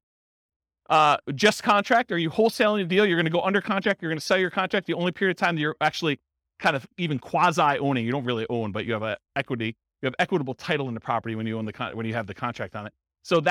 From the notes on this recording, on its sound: This was a live class recorded